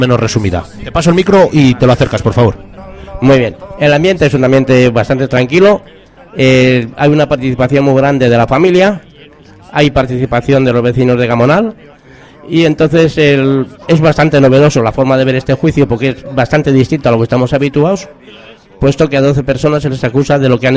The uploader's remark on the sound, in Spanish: Retransmisión en directo desde la plaza de los juzgados en solidaridad con los vecinos de Gamonal.